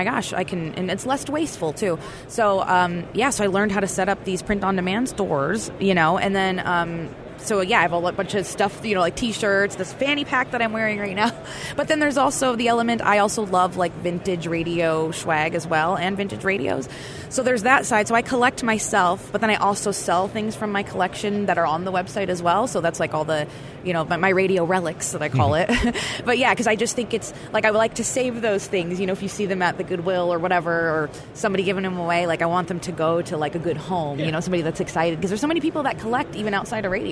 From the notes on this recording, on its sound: Live at the NAB Show.